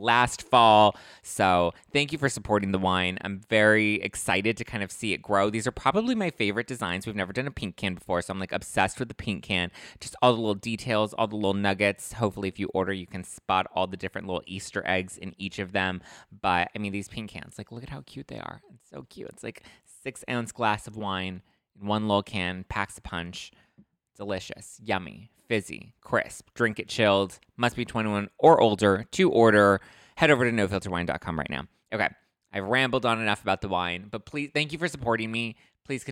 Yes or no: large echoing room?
no